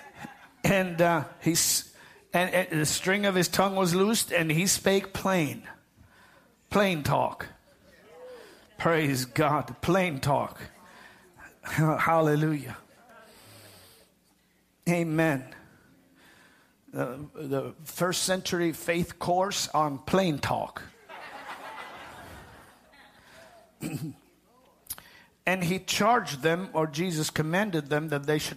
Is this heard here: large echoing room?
yes